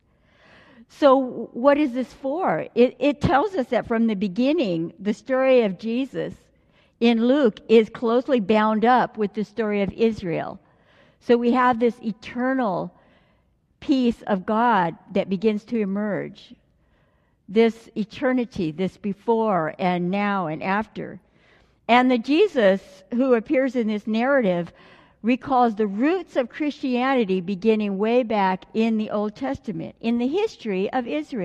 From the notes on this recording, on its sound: Delivered during the Traditional Worship service.